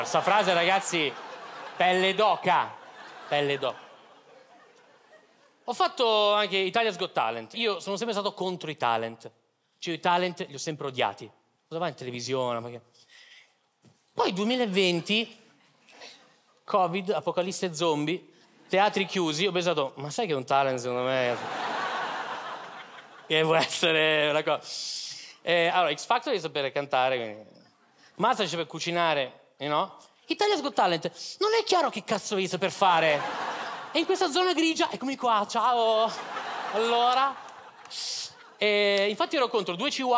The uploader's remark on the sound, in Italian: Registrato al Teatro Manzoni di Milano.